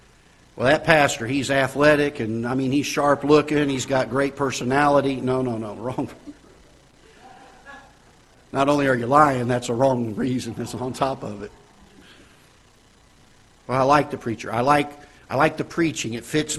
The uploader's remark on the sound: Ketha Heights Baptist Church ~ Live Broadcast